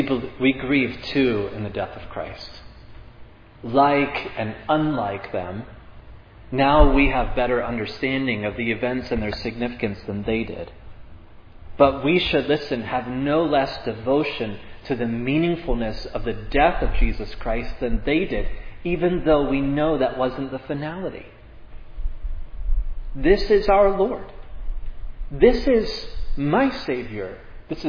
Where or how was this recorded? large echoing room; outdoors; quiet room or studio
large echoing room